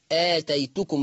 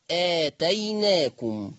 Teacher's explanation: طيب وألف بعدها، فمعنى كده أنها تبقى نا، التاء التانية هتتقلب لنون، وعشان بعدها ألف فهتبقى نون مفتوحة · Shown in: second take · لأن دايما الحرف اللي قبل الألف لازم يبقى مفتوح. · Term: نون العظمة